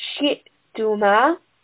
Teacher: hamza is from the throat, so we want a sharp sound.